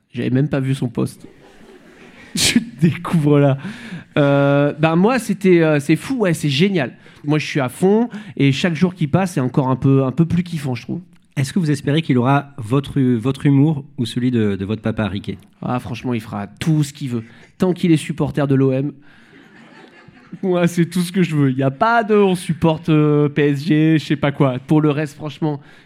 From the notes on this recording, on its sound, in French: Cet épisode a été enregistré en public.